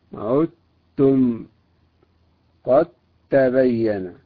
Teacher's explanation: قد تبين تضغم الدال في التاء · Term: الإدغام الكامل